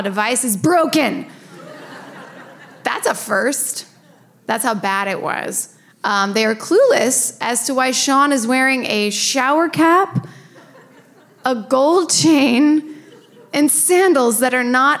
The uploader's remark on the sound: LIVE FROM SKETCHFEST. Are joined by hundreds of Psycho's LIVE.